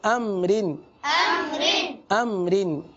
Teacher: را کے نیچے دو زیر ہے لہذا را کو باریک پڑھیں گے